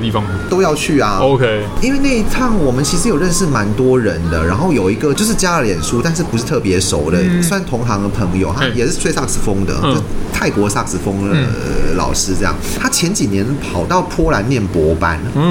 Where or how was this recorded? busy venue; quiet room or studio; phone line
busy venue